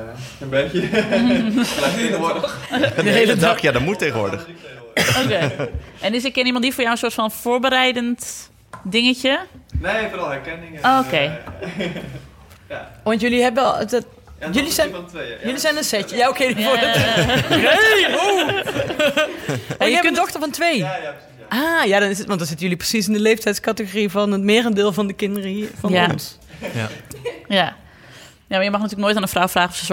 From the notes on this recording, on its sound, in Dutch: Live in Goes! Op 7 maart namen we de podcast live op in de bieb in Goes! Met een top publiek.